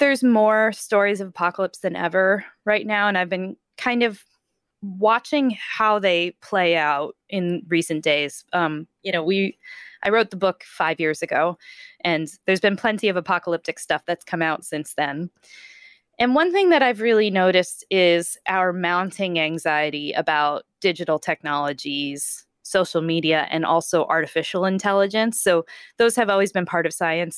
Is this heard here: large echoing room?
no